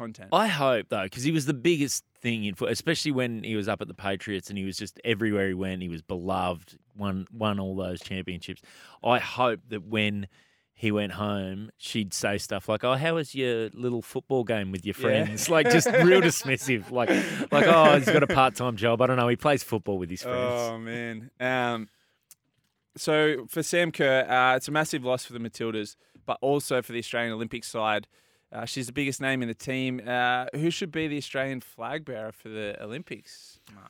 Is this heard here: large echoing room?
no